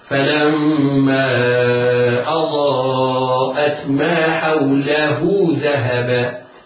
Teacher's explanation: وهنا تثبت بعدها واو لأن الهاء مضمومة، فتوصل بواو تمد مدا طبيعيا بمقدار حركتين · Term: هاء الكناية